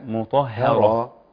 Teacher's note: يحذر القارئ أن يفخم الهاء لوقوعها بعد الطاء المفخمة. وبعديها راء كمان.